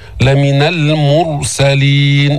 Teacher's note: نفخم الراء الساكنة لأنه سبقها ضم